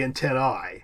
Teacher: In Latin, the correct pronunciation of an A-E diphthong would be an I, so it'd be antennae.